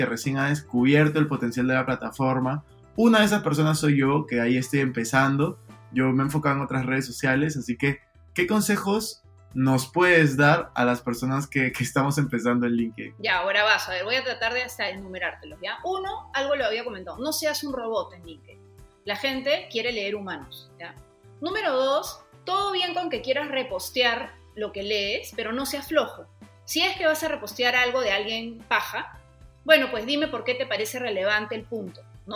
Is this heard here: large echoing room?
no